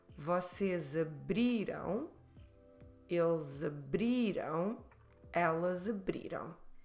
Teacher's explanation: Nós abrimos, we're stressing the bri, abrimos, second to last. And then for vocês, eles, elas, again, we're stressing bri, which is the second to last one